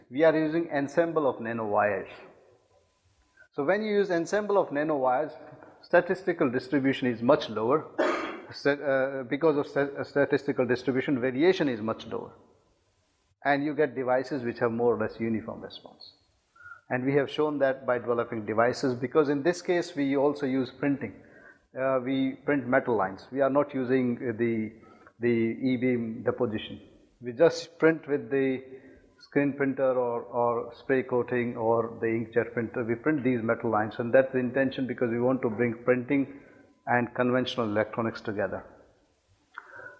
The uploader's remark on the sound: IFE Distinguished Visitor Lecture, recorded 24 May 2018 at QUT